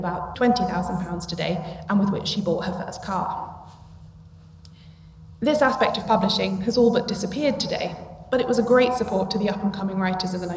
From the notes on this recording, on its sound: This live episode of Shedunnit was recorded at the 2022 International Agatha Christie Festival in Torquay.